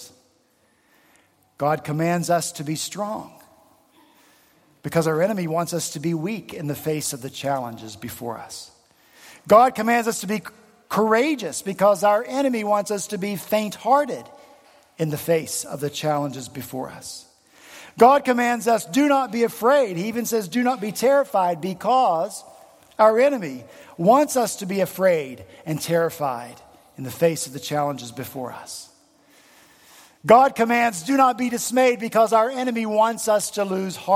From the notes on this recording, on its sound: On Sunday, February 12 at Redeemer Presbyterian Church in Charleston, SC, our senior pastor followed up his sermon